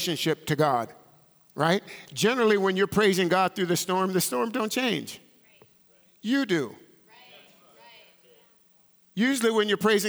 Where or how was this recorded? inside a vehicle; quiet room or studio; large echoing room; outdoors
large echoing room